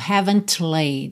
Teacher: Aqui você realmente não ouve nem traço desse T